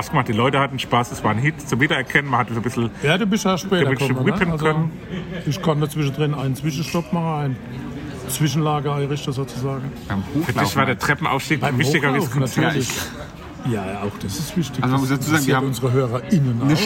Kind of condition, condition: setting, busy venue